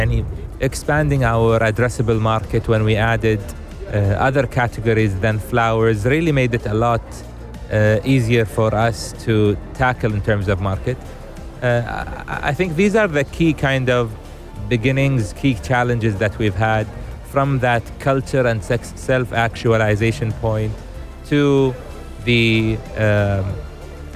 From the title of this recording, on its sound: Live from SEF 2024